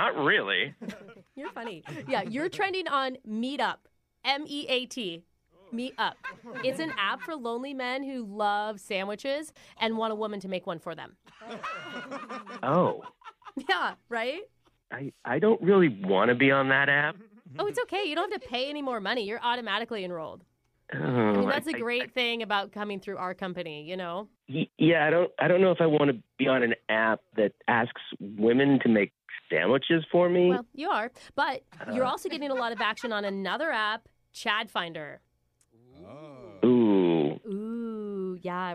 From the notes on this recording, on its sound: Phone Tap